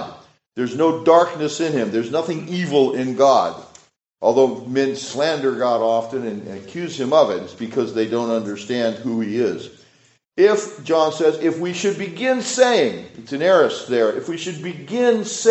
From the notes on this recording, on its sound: This sermon was preached at Richland Associate Reformed Presbyterian Church.